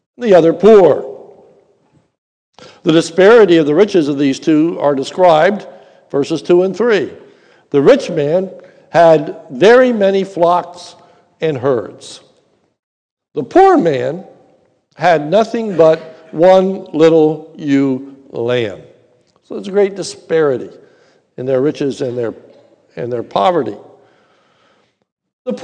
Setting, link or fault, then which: setting, large echoing room